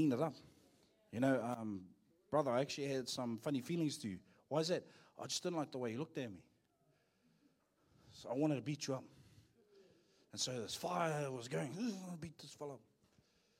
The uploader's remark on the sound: Live From IwiTapu Destiny Church.